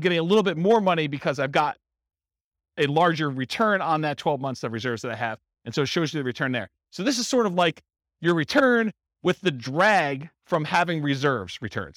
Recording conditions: live audience